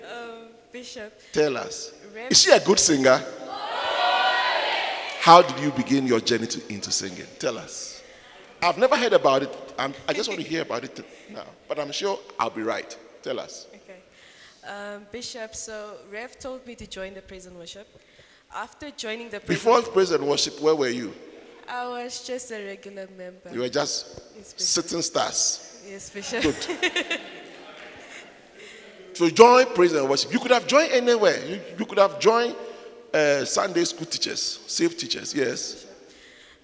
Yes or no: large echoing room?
yes